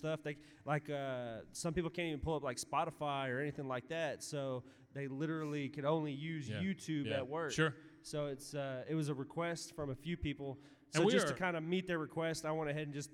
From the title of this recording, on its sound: Rogue Con '23 Live Show